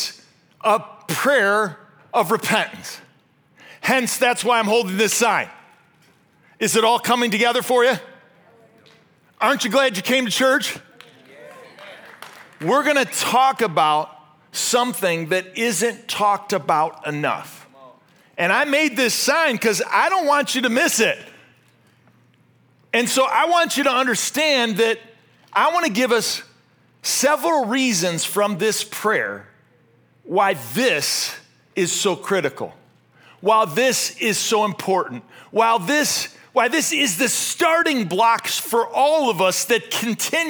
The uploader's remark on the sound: This message was originally preached at Highpoint Church on Sunday, August 6, 2023